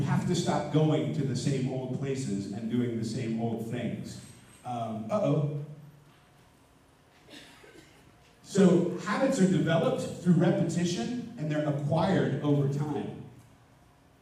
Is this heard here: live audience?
yes